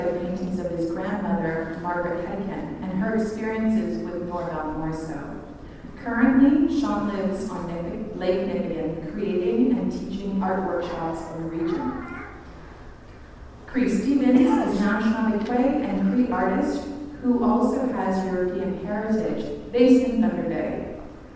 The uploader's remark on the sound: a recording from the Converging Lines opening gala at the Thunder Bay Art Gallery